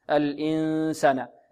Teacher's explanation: من الأنف، و 25% تخرج من الفم، يعني النسبة الأكثر، يعني ثلاثة أرباع الصوت، ثلاثة أرباع الصوت تخرج من الخيشوم هكذا تقديرها، والربع يخرج من الفم هكذا. إن الإنسان، يعني نضغط على الأنف، الإنسان، لكن الطالب يقول الإنسان، إنسان، هذا خطأ. · Term: الإخفاء